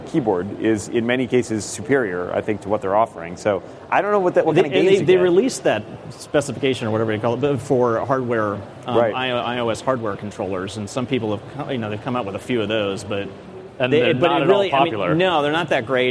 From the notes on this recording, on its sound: Recorded live on March 28, 2014 at Macworld/iWorld 2014 in San Francisco, CA.